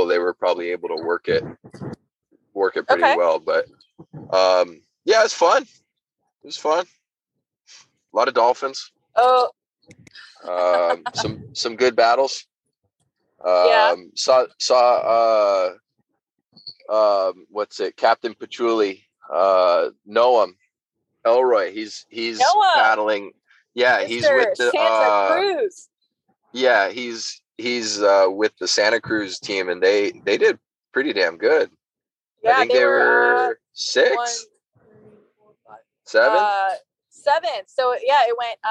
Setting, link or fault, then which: setting, inside a vehicle